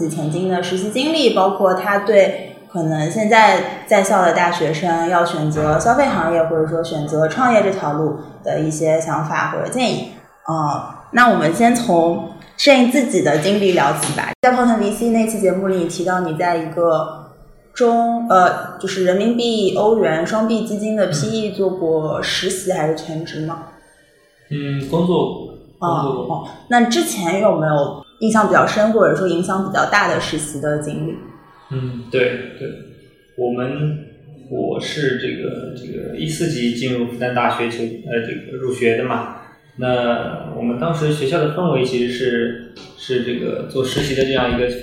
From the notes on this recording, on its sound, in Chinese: 虽然当时办公室装修还比较毛坯。本期线下录制有环境音，不影响对话内容收听。